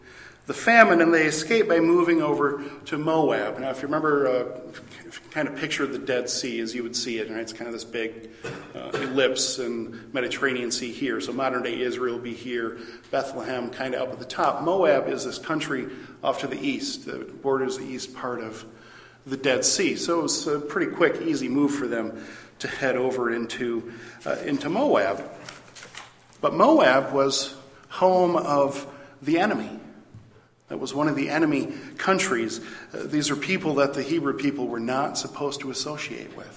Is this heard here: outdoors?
no